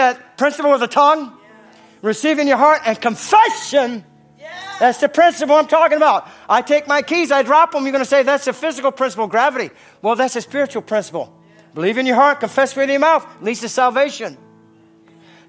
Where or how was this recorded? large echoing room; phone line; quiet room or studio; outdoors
large echoing room